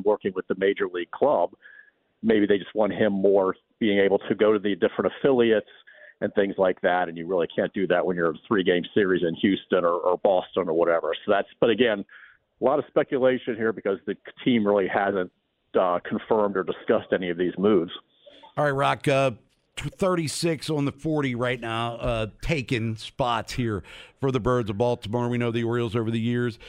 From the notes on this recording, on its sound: Checks in live from MLB Winter Meetings. Calls in live from Nashville.